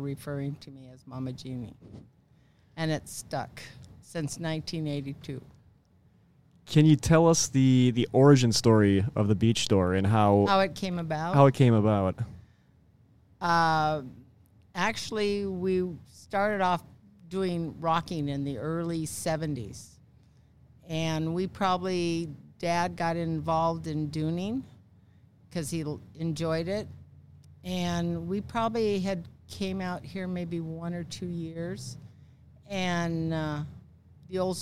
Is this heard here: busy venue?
yes